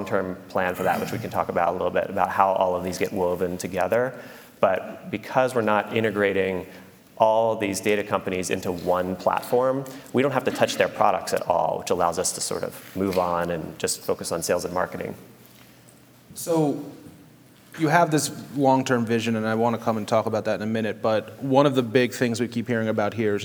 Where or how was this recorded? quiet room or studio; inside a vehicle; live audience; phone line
live audience